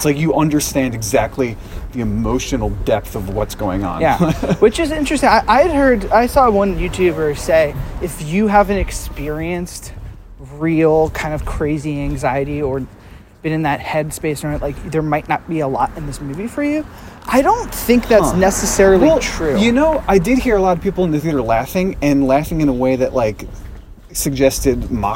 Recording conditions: wind noise